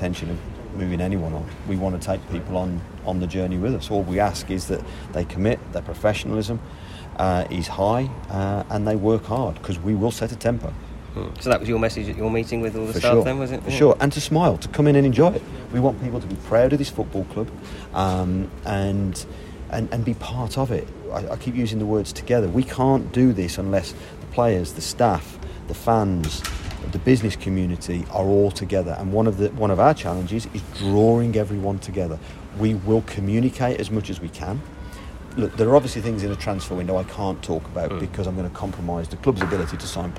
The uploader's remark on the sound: Full audio of the first press conference